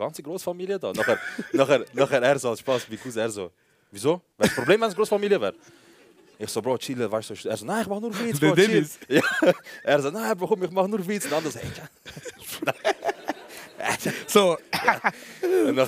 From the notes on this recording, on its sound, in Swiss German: K&B Live - Exil. Die ersti hälfti vo de Live Show im Exil.